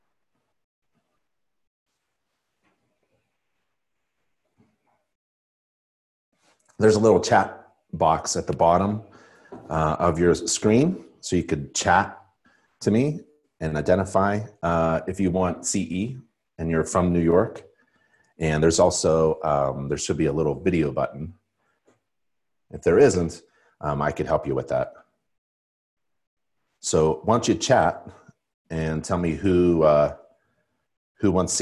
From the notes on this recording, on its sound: Live InterNACHI webinar.